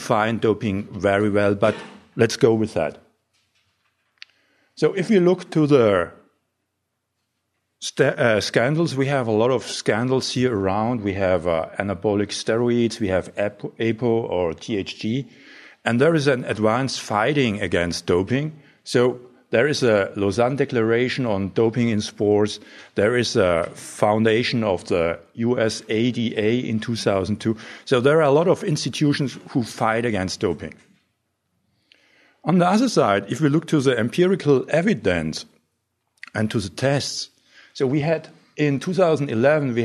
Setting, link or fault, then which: setting, live audience